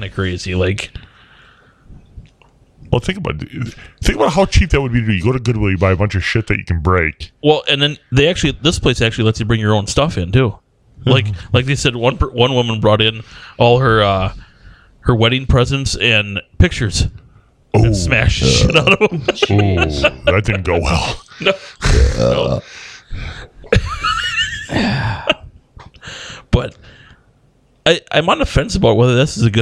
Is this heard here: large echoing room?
no